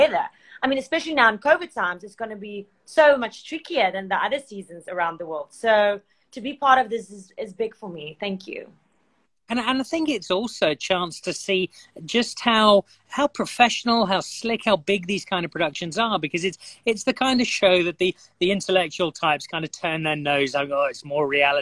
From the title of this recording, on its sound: IG Live